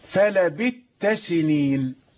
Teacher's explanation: يقرأ السوسي لبثت التي نقرأها بالثاء المظهرة يقرأها بالإدغام